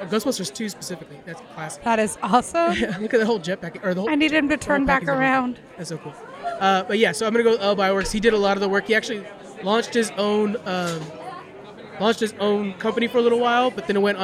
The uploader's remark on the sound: LIVE at Lodi Comic Con 2022. In this special live episode.